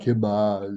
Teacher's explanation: they wouldn't pronounce for example the final s